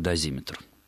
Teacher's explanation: дозиметр в большинстве словарей, как толковых, так и орфоэпических, дается только с одним ударением, ударением на второй слог.